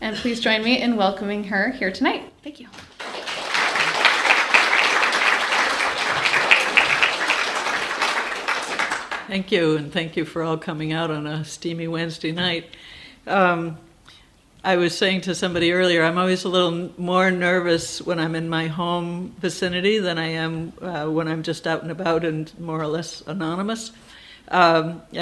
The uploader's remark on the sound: Recorded at the Blue Hill Library on July 17th.